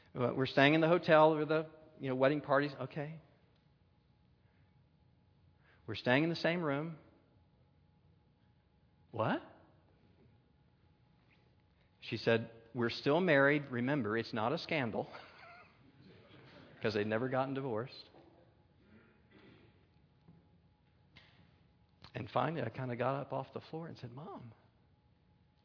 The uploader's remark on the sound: a Keynote Session at FG13